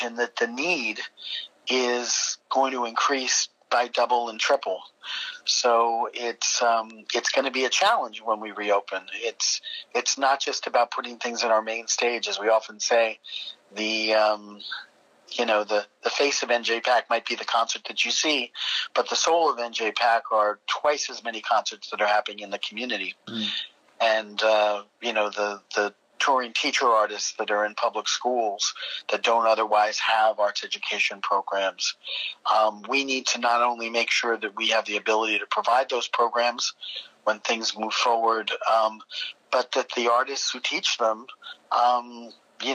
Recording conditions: phone line